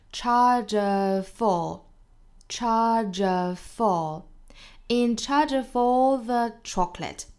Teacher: 词有两处的连读，都是辅音加元音的自然连读